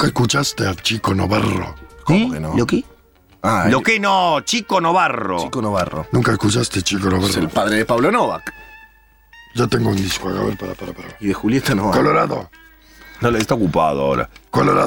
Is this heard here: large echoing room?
no